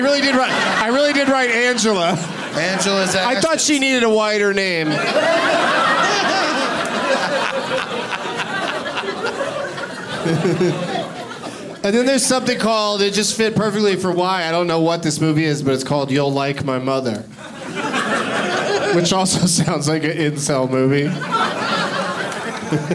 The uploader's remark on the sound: Live from Comedy Works in Denver